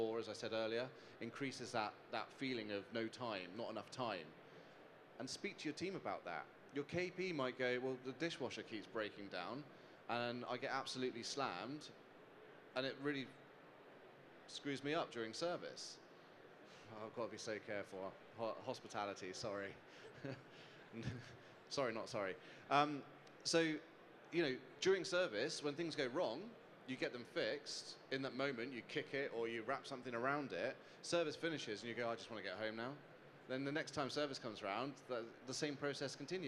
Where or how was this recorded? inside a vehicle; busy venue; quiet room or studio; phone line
busy venue